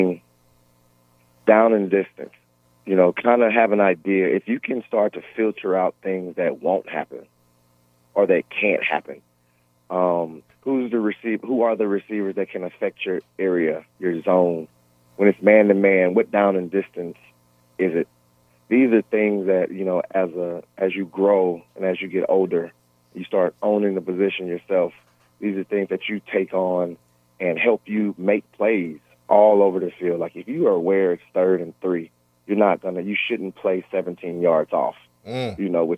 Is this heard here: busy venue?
no